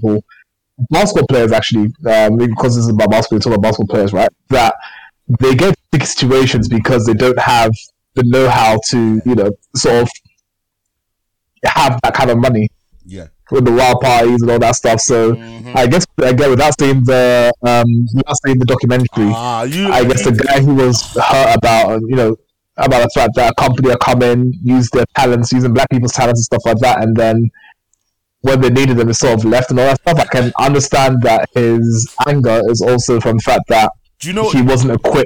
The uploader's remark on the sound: apologies for the awful sound quality